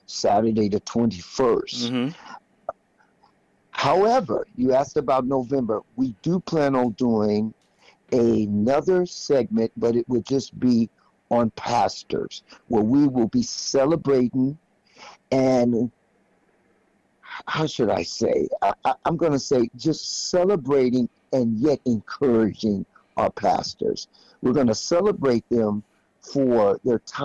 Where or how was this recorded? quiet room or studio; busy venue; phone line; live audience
phone line